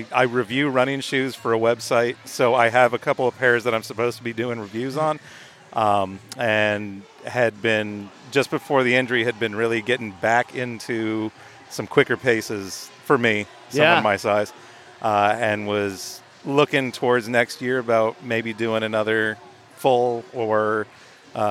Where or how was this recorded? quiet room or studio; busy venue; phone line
busy venue